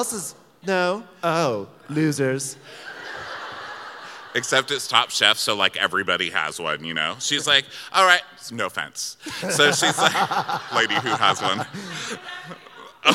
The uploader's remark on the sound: Live from Milwaukee. We were extremely excited to recap it live from the Turner Ballroom in Milwaukee.